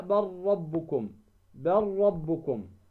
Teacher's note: ذهبت اللام وأدغمت ماذا بالراء؟